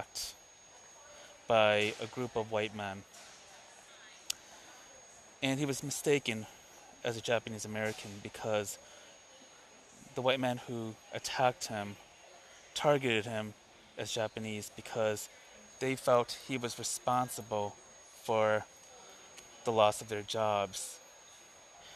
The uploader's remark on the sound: I decided to do an impromptu episode, breaking away from my normal podcast routine. Episode aired live from Chicago O'Hare airport as I'm preparing to leave for Los Angeles tonight.